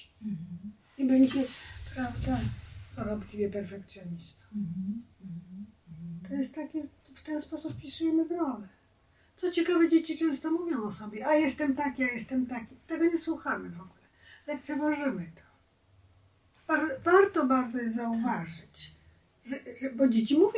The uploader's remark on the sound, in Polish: Za gorszy dźwięk spowodowany błędami technicznymi bardzo przepraszamy.